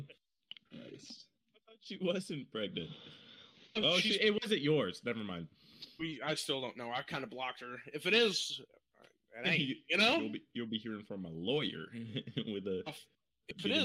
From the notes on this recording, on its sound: I hope you enjoy the terrible audio quality at its best. We weren't really in our right minds recording this.